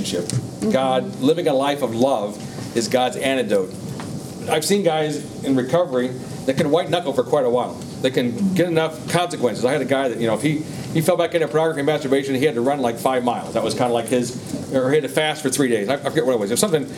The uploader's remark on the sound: Today’s audio comes from the National Disciple Making Forum by Discipleship.